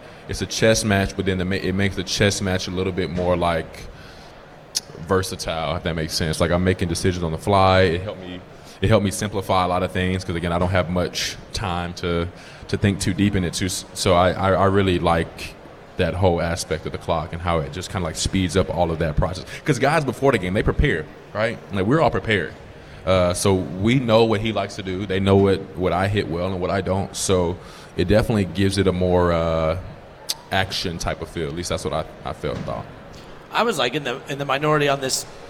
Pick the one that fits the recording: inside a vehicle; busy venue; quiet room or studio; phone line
busy venue